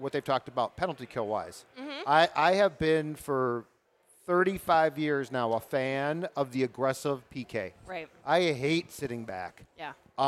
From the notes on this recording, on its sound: Went live from JL Beers in Burnsville as preseason camp for the Minnesota Wild began.